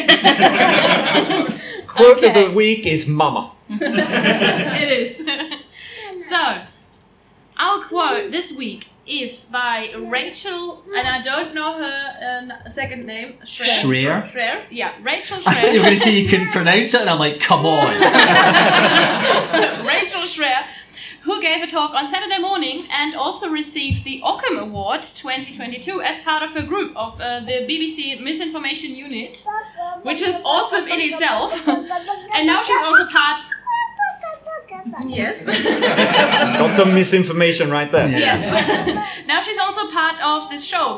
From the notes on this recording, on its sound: Live at QED! Our live recording at QED in Manchester.